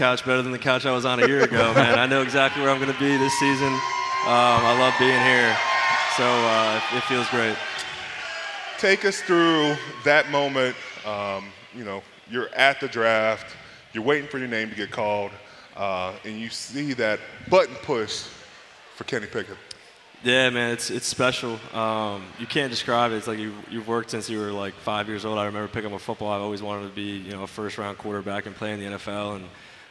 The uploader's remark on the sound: live at the Steelers draft party!